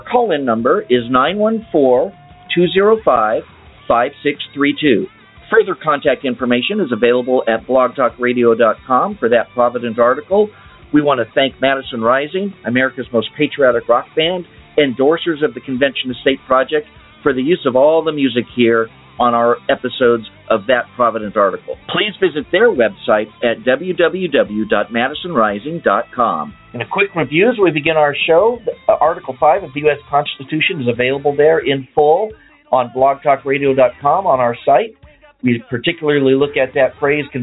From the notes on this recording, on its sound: We'll leave some time for phone calls, for your questions and comments.